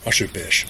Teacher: Das ist zwar immer noch ein Monat mit einem R drin, aber in manchem Fränkischen ist einfach kein R drin